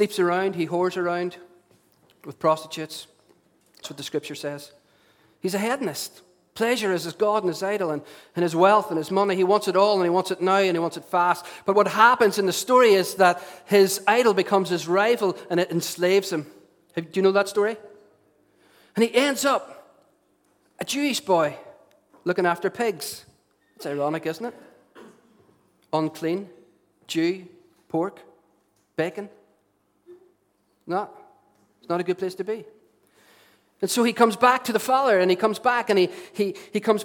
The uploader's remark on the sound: Recorded at our storehouse venue.